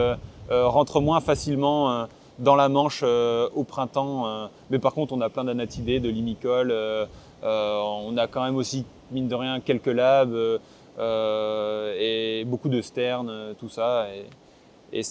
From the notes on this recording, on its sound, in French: Cet épisode a été enregistré le 29 octobre 2023 sur les falaises du Cap Gris Nez, l'un des meilleurs endroits en France pour faire du Seawatch !